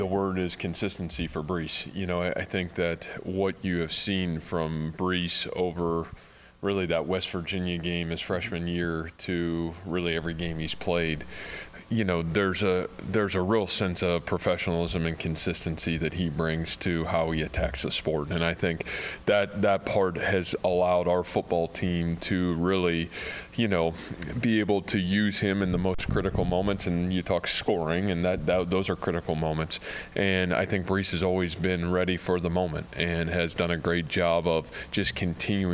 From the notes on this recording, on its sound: during his weekly press conference